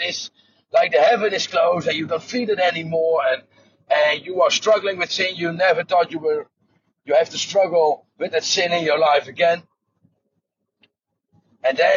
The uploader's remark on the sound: the audio is recorded while driving the car